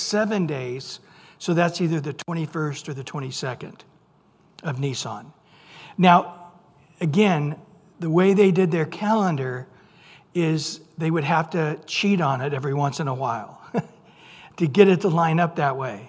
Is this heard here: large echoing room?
yes